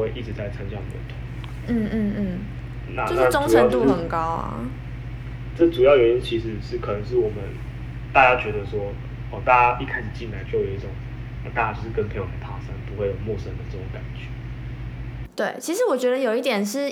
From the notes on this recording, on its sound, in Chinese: 這次遠距錄音雜訊比較多還請見諒